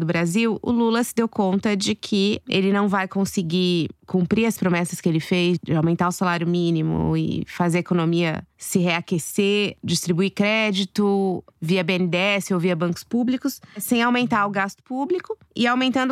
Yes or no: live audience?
no